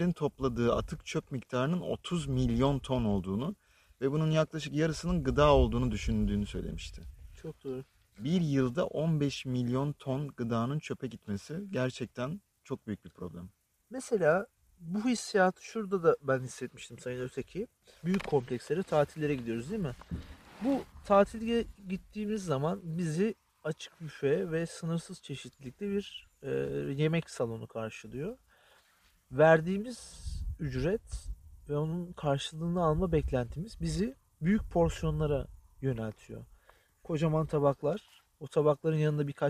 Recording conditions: wind noise